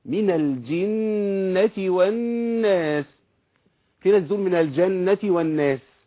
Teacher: النون اللي عليها شدة بتغني بزمن طويل شوية